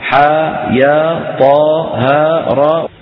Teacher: ينطق كل منها على حرفين ثانيهما حرف مد ويمد بمقدار حركتين مدا طبيعيا